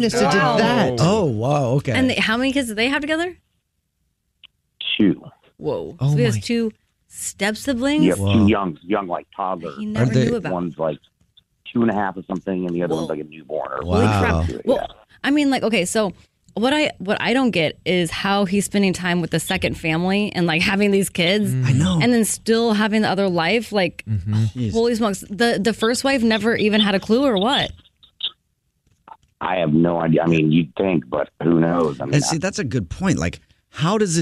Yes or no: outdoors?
no